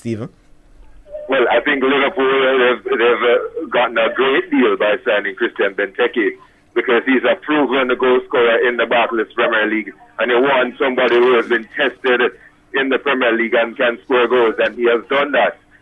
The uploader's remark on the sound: joined on the phone